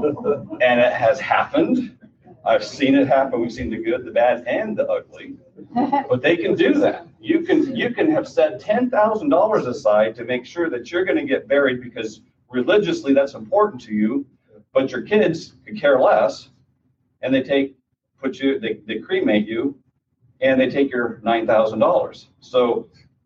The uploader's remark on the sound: This podcast features a recording from a seminar. Answers questions from the audience in this recording.